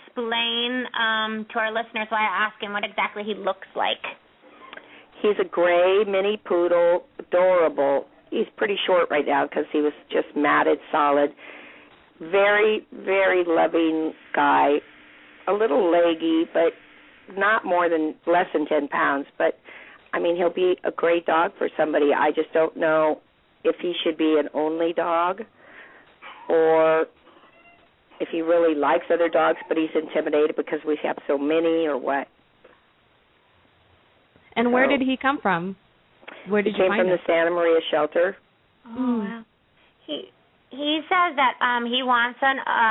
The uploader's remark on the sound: open up the lines for listeners to call